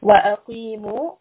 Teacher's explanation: قاف is a heavy sound. It is from the back of the throat.